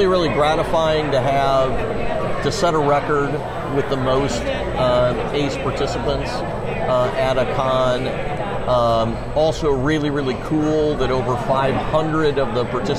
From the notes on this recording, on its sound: Coaster Con 45 - Part 2: Live From Carowinds. Featuring a diverse mix of our passionate ACE members and the dedicated park employees.